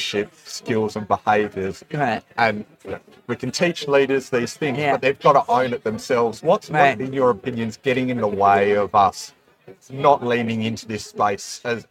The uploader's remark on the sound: sat down at the Agile Australia Conference